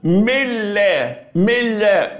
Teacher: بنضغم النون في اللام ملا ملا، اهي قلبت النون إلى لام ثم ضغمت واللون رصاص زي ما احنا اتفقنا أهو، يبقى حدث إضغام، يبقى النطق بتاعي ملا أهو.